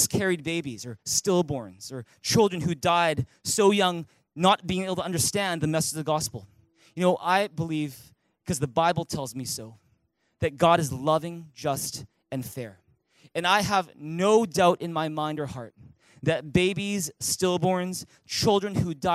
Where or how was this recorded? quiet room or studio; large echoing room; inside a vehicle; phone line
large echoing room